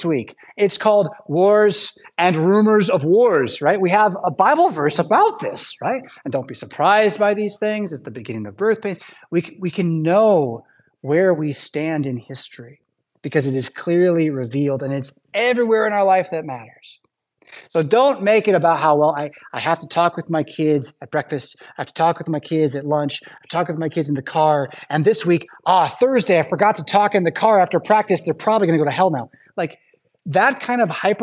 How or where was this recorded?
large echoing room